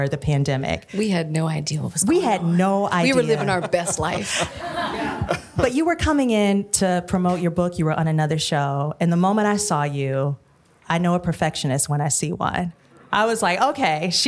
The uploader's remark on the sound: A live conversation in Pasadena, California at the LAist’s Crawford Theatre.